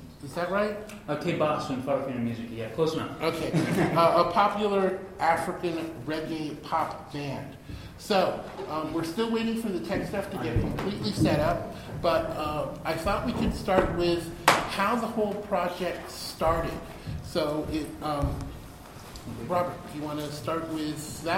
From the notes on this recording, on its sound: panel from Phoenix ComiCon 2014